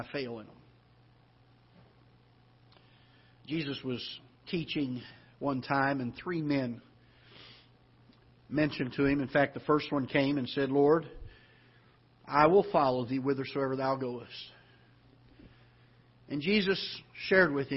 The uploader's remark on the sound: Ketha Heights Baptist Church ~ Live Broadcast